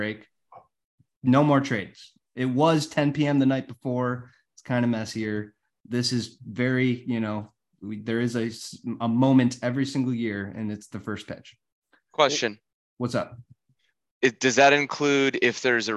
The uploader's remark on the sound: All 12 teams are in attendance for the zoom meeting